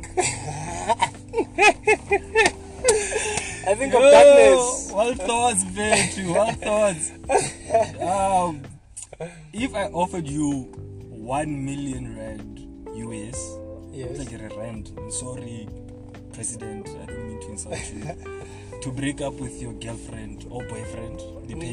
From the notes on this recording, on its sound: Please note this episode has some bit of cognitive dissonance and loud. It's sound loud so please set your volume properly. Otherwise, my studio was open hence the .